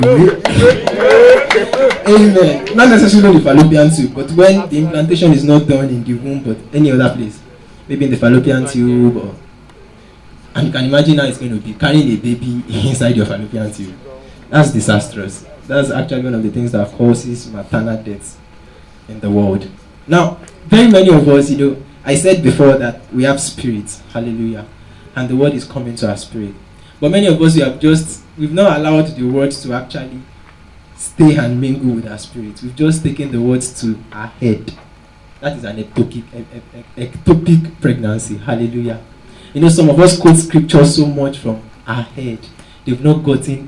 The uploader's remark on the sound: Preached at TACSFON OAU in 2009.